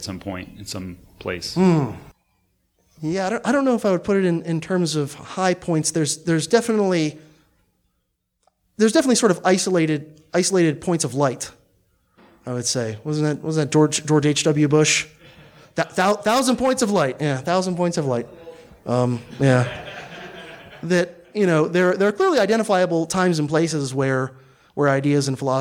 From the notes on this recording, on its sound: presentation delivered on Sunday, June 24th, 2018, at the 6th Midwest Peace & Liberty Fest in Michigan